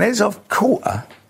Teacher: the H sound of her isn't clearly pronounced